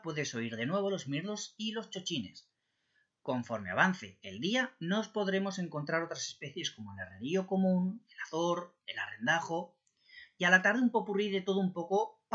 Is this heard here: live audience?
no